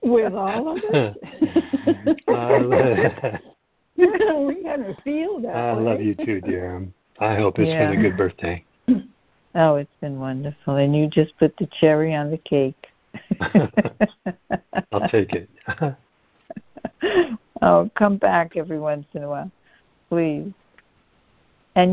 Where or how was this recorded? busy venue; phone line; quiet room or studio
phone line